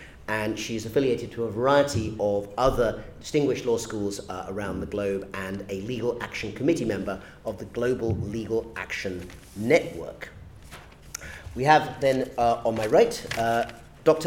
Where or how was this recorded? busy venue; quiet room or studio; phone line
busy venue